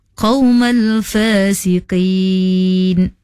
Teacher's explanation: makhraj huruf qa, huruf isti'la, hendaklah dibaca tebal. · Term: huruf qaf